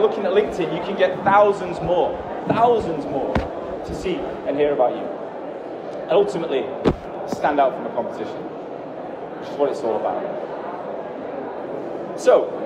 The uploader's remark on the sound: In this episode, it's going to be me talking on stage in Germany, in Frankfurt. The sound quality is not as good as normal because I was on stage during that talk.